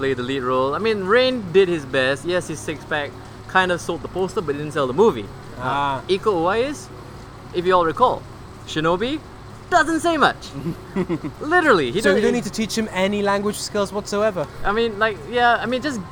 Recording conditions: outdoors